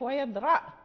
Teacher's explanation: فهذه الألف يعني ثابتة في الرسم ولكنها لا تثبت في الوقف